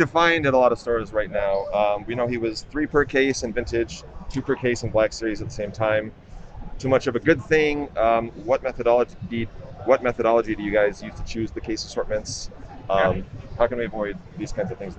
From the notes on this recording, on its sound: Celebration 2022 Hasbro Q&A. Is at Star Wars Celebration Anaheim 2022! To swing by the Hasbro booth on the show floor after the Hasbro Panel on Friday afternoon.